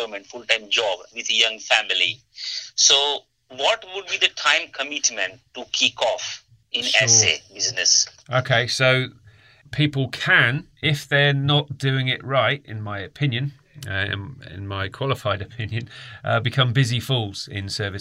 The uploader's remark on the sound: A live mentoring call.